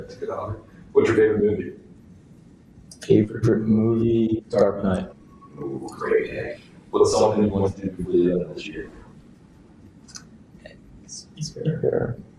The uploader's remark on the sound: We did experience audio issues throughout the recording